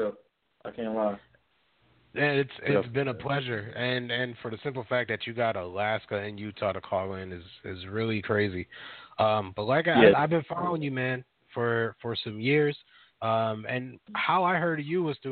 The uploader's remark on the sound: Will call in for a live interview. 5 mics.